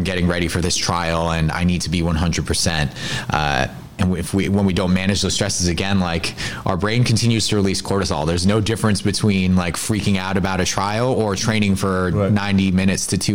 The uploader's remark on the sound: recorded at Onyx Elite's Winter Performance Camp